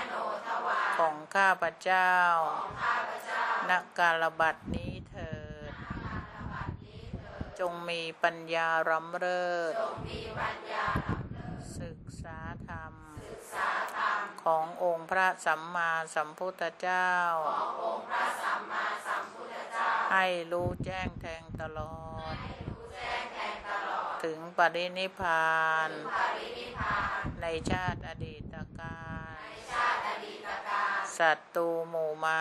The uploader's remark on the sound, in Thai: เสียงอัดธรรมมะจากเครื่องบันทึกเสียงของคุณแม่.